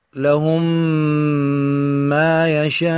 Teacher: فالأول أي الميم الأولى ساكن والثاني متحرك، هذه قاعدة عامة في الميم الساكنة وفي غيرها، فتدمج الميم الساكنة في المتحركة مباشرة، ولكن أيضا مع لابد من وجود الغنة في الميم أيضا. · Term: إدغام المثلين الصغير